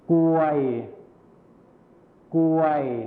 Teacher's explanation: คำควบกล้ำที่เป็นรอเรือหายไปนั่นเอง